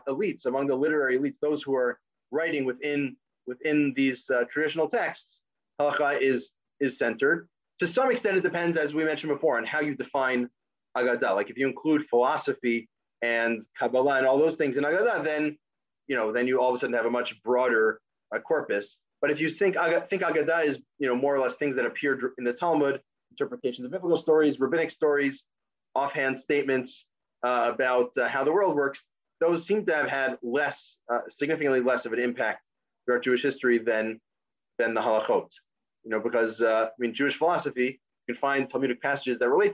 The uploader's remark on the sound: This audio was originally captured from Zoom on 03/18/2021 as part of Drisha's Spring Zman